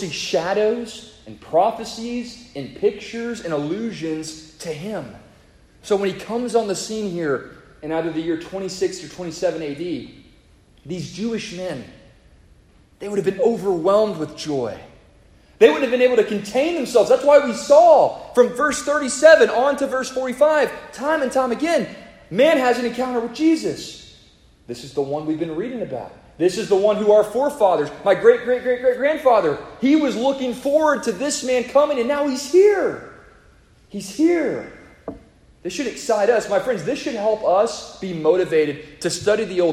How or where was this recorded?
large echoing room